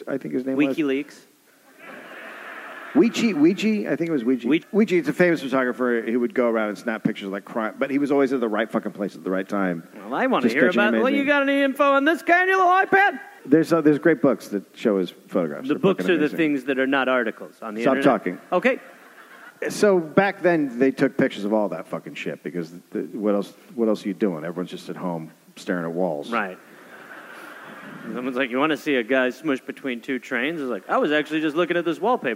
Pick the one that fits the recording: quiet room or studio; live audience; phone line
live audience